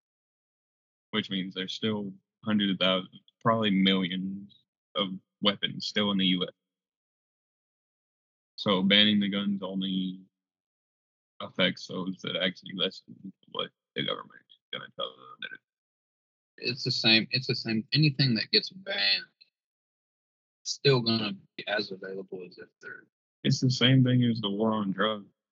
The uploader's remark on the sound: The audio is a bit off in this episode